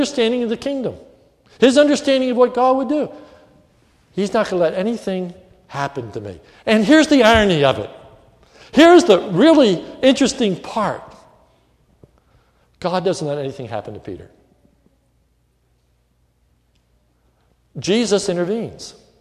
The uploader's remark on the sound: This is a sermon recorded during the evening service at Lebanon Bible Fellowship Church in Lebanon, PA on 7/19/2105